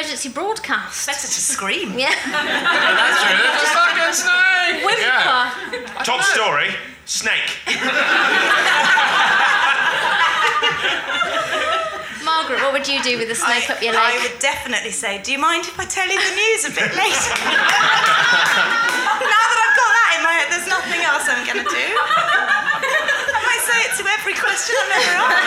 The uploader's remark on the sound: Recorded at the Phoenix back in June.